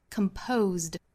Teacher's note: 第二个词是 composed， composed 字母 s 发浊辅音的 z